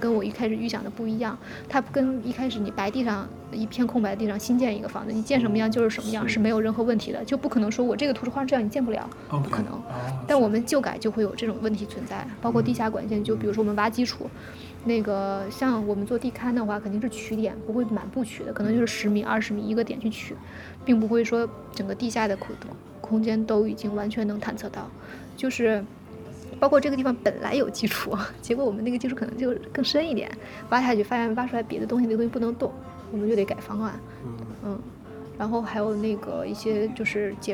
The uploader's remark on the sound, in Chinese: 我们最近参与了一次 Airbnb 的体验活动，名为「在首钢老工业区体验工业改造历程」。本期是我们首次尝试在公共空间录音，在设备调试和场地选择方面缺乏经验，因此录音质量不如往期，请各位见谅。序曲 是我们进入首钢 3 号高炉改造空间时的现场录音。